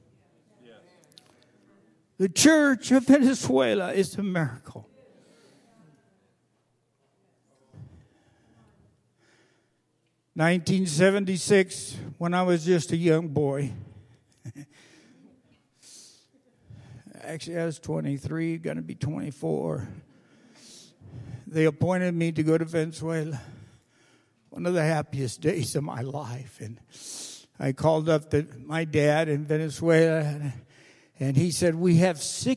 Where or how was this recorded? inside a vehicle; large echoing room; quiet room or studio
large echoing room